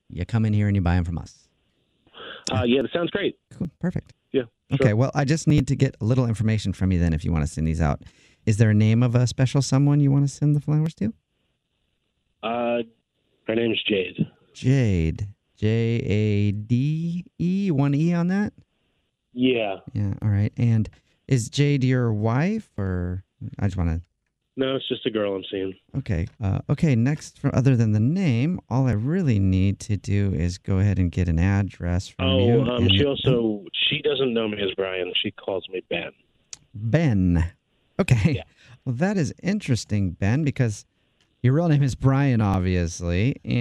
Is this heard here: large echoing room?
no